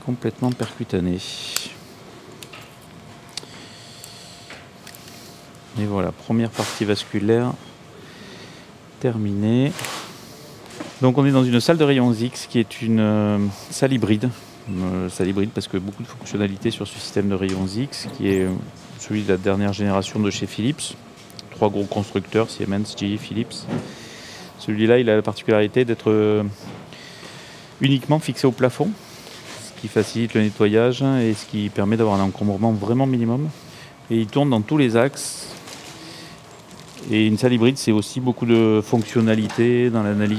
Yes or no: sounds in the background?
yes